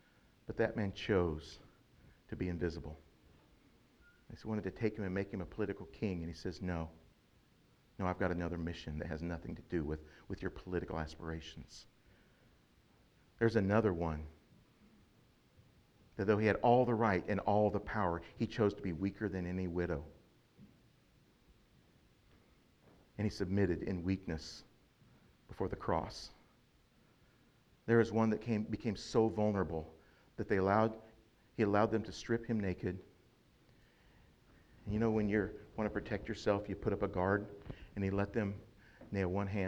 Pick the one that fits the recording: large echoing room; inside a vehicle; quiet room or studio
large echoing room